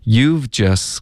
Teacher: 这个 just 的特的音呢，我们就彻底的省略，这个字太常见了。然后一般特呢就彻底的省，干脆的停顿都不需要。You've just gotto，我们就发 gotta，OK，这个 gotta 变成的的音了，gotta。 You've just gotta figure 跟 at 我们要连读 figurerat，有一个 rat 的音连过去了。然后